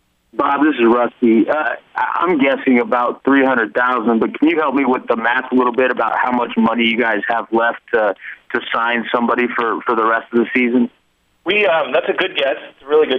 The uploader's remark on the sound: Conference Call